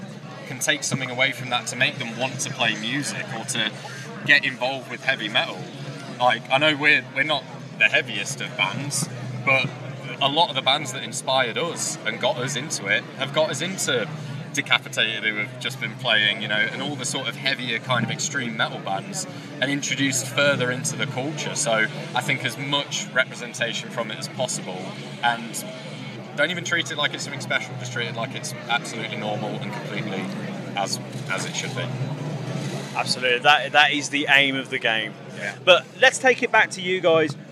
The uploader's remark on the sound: From our 'Live from Bloodstock 2023' series.